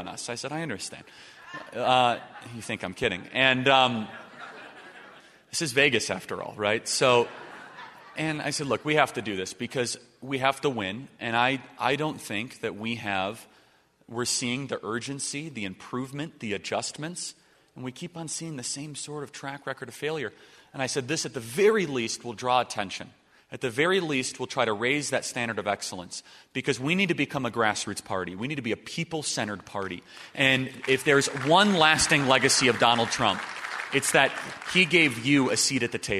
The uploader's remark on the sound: LIVE at the Restoring National Confidence Summit.